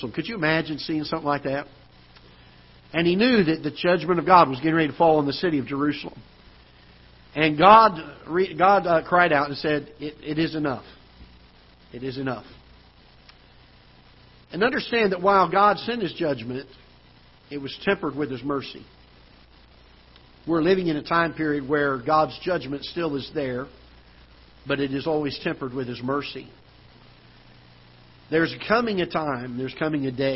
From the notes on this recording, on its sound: Ketha Heights Baptist Church ~ Live Broadcast.